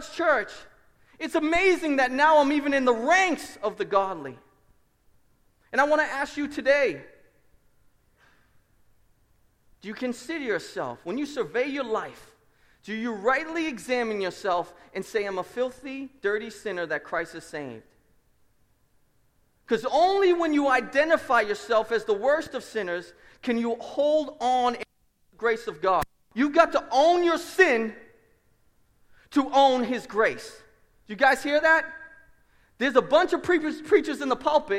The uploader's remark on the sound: Preached at Restoration Road Church on August 13, 2017 at a joint service with our sending church Seven Mile Road.